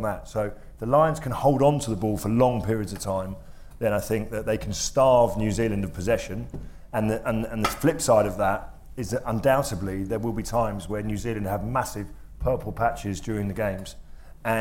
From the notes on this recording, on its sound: The Lions Live Preview Special. A live studio audience. The second part sees the panel field a range of challenge questions from the audience.